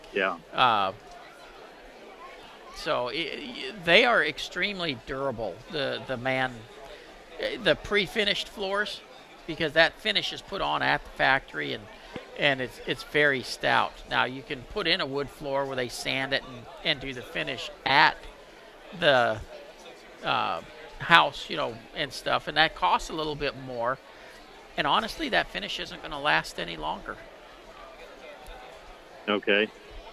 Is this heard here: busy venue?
yes